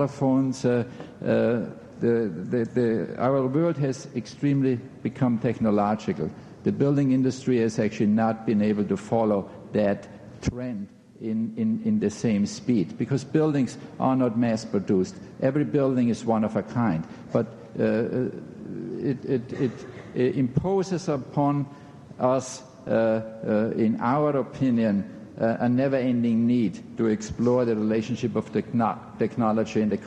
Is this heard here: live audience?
yes